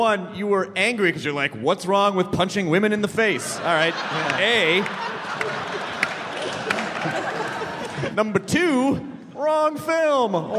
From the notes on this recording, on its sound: This was a panel at SF Sketchfest way back in January of 2011 after an incredible screening of the film at the Castro Theater for 1000 screaming fans.